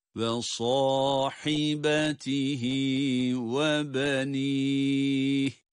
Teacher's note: Ve sahibatihi, bu ikisi arasındaki ses farklılığına mutlaka dikkat ediyoruz. Sad kalın ama ha harfi ince.